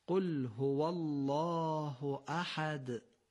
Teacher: دال کلمه احد رو خیلی معمولی بدون فشار با ظرافت و با یه تکان کوچک بگید و مواظب باشید که به ت تبدیل نشه. اگر با فشار و تکلف بگید خود به خود به ت تبدیل میشه و اشتباهه.